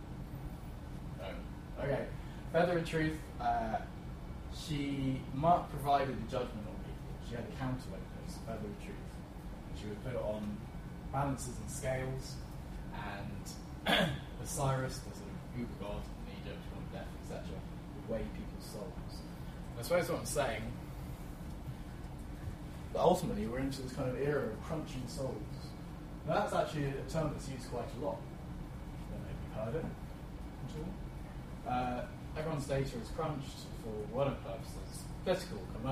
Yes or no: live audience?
yes